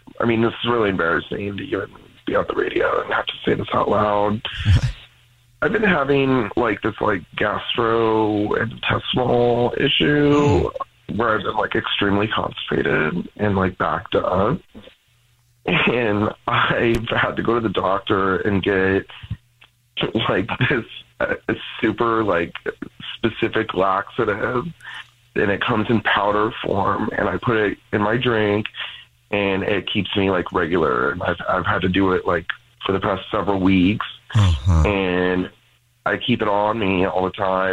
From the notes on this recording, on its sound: We get that other person on the phone